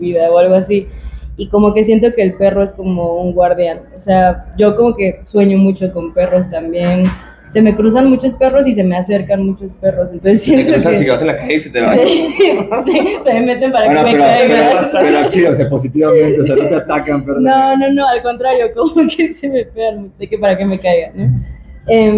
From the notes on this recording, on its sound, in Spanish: MINIsodio #60 que armamos en el Festival Rayón 2023. Desde House of Vans CDMX.